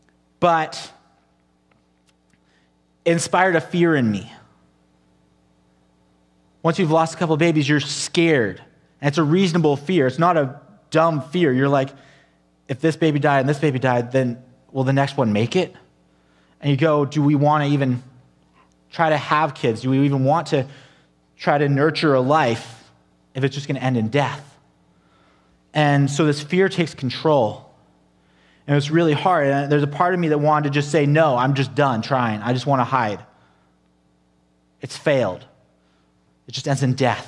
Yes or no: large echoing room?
yes